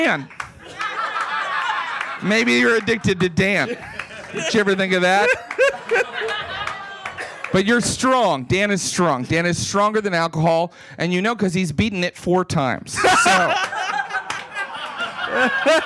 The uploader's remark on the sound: live at The Stand Comedy Club & Restaurant in NYC.